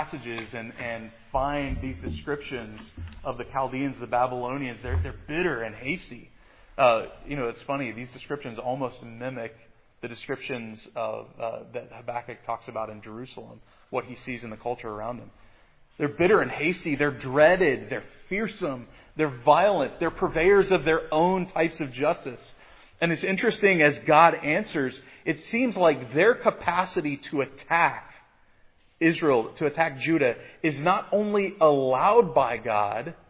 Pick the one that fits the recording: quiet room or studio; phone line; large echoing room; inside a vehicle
large echoing room